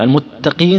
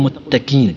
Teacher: إذن أقصى اللسان، عندنا اللسان قلنا فيه أقصى ووسط وطرف وحافة أو حافتان، خلصنا من أقصى اللسان، قاف ثم كاف. لذلك لو أدنى تهاون في القاف تصير إيش؟ كاف